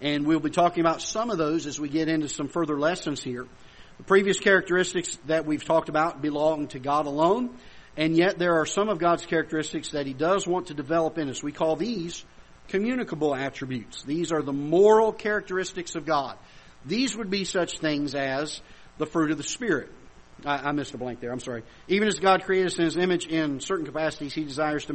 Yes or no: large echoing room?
yes